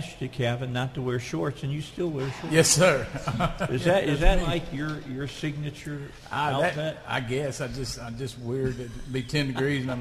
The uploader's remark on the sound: Live from the state capitol today for the first in four years.